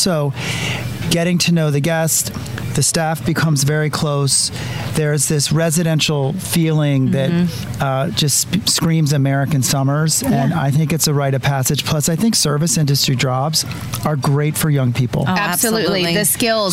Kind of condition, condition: setting, busy venue